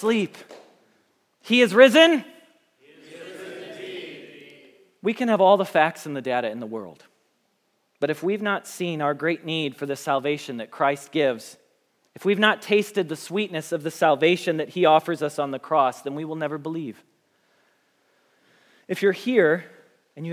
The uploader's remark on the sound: Message Preached at Valley Creek Church